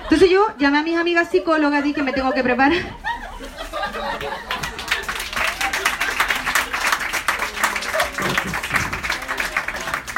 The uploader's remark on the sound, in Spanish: Este es el audio de un show en el que probé chistes. No es pulcro, ni pretende serlo, algunos chistecitos funcionaron, otros no, es una foto de un show, de un momento, para ti, con errores, fomeos y todo.